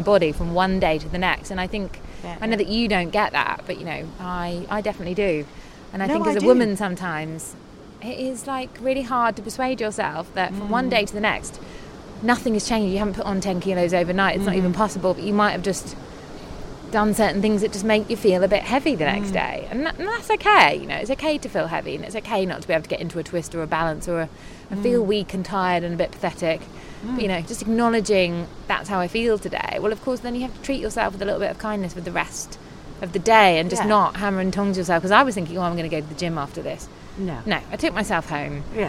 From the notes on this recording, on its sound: Take a trip with us to Sa Trinxa today. On the beach for an end of retreat season special.